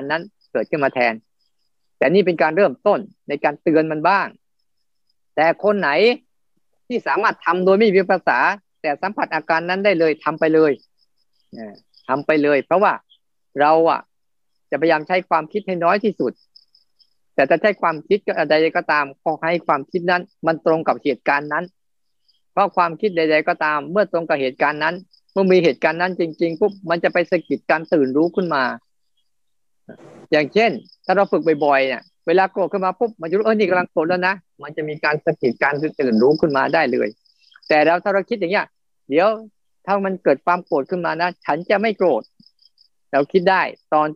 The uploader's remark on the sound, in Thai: เป็น 1 ใน 3 คอร์สออนไลน์ (ผ่านโปรแกรม Zoom)